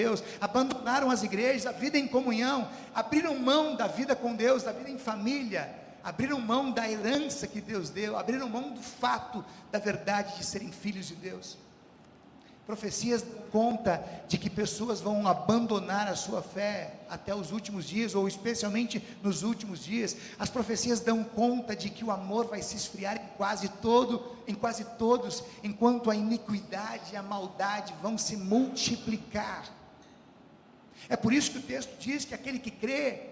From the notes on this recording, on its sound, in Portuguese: Culto ao vivo do dia 12 de março de 2023, da Congregação Evangélica Luterana da Esperança, de Brasília (DF).